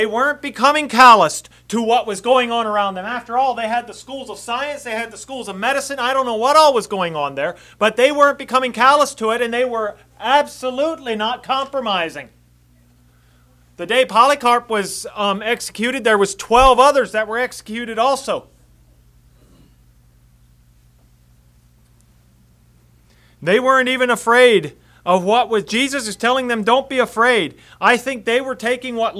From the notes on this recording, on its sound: Message preached at Word of Hope on December 17, 2023